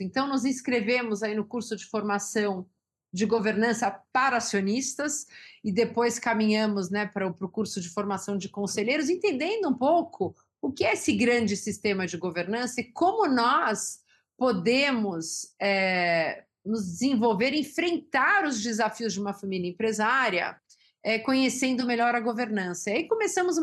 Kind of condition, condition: link, video call